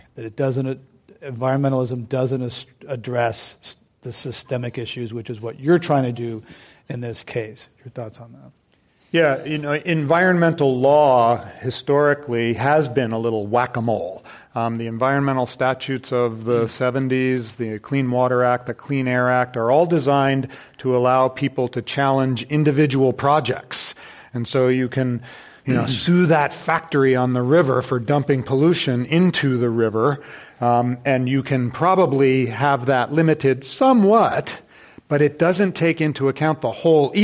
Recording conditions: live audience